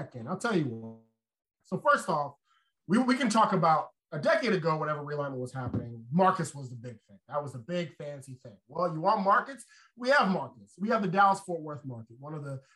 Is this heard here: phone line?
no